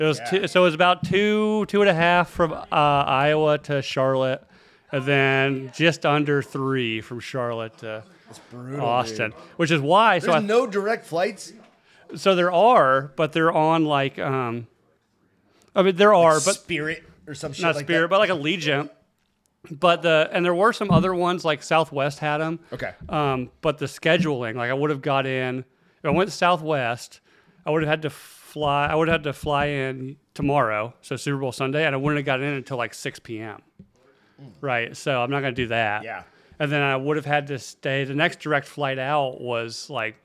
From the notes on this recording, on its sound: We're live from Austin, Texas for the Drinkin' Bros Super Bowl Sunday Event.